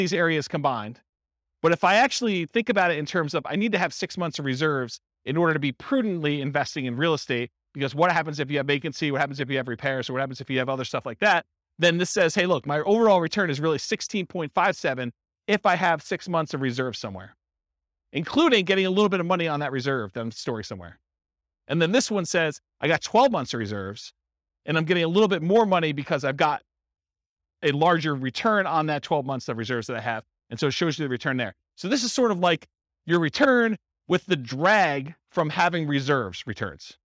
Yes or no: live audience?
yes